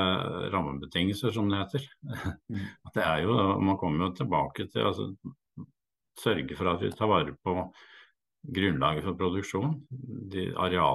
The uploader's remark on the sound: Live Zoom